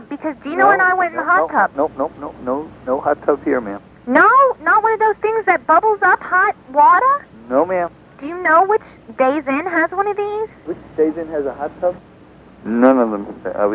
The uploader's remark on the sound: Prank Phone Calls